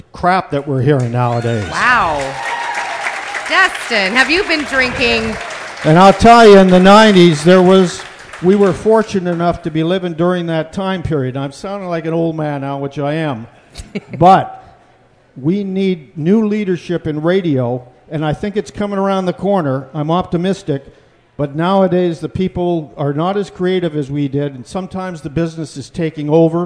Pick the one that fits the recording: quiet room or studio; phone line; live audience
live audience